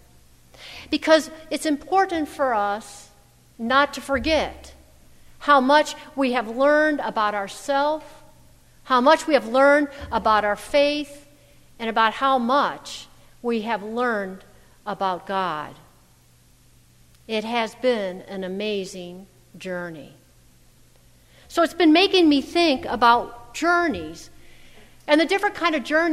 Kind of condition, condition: setting, large echoing room